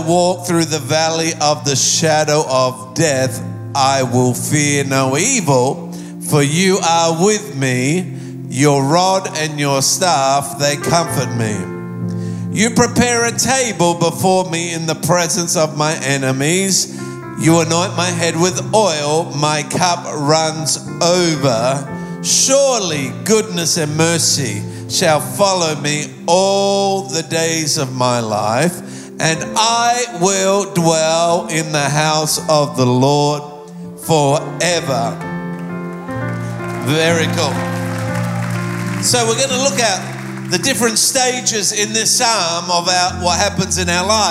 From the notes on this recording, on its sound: Recorded live at Planetshakers Church (Melbourne).